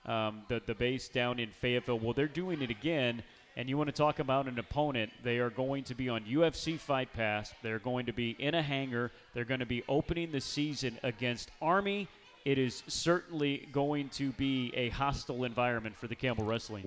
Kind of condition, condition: setting, busy venue